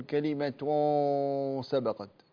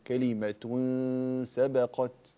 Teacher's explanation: هنا ولولا كلمة سبقت، كلمة سبقت تنوين بعد السين إخفاء حقيقي، والسين حرف مرقق، فلا حاجة لتفخيم الغنة · Shown in: second take · فلا تقول كلمة سبقت، لأنك إذا فعلت ذلك قد توهم السامع أن الحرف الذي يليه واحد من حروف الاستعلاء، حروف التفخيم اللي هي خص ضغط القذ، فقول كلمة رقق الغنة، كلمة سبقت.